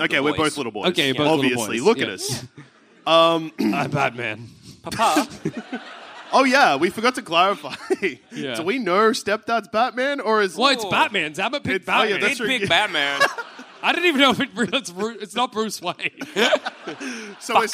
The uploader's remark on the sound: Live from the Leicester Square Theatre in London. As part of our London 2022 Tour.